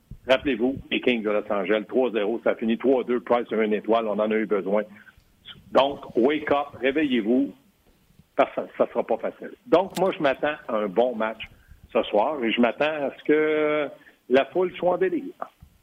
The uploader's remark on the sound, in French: au bout du fil